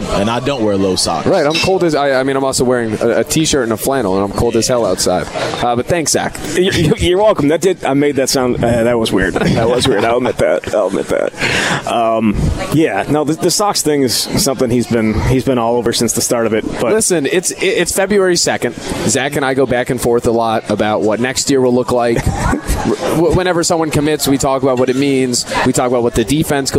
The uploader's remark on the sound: live from Monk's in Sun Prairie